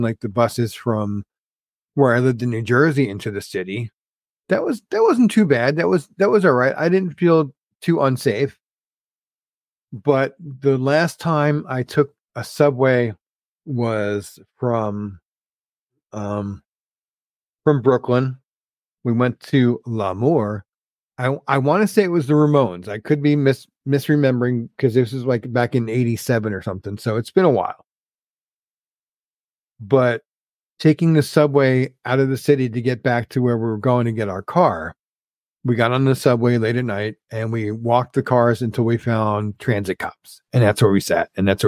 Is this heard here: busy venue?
no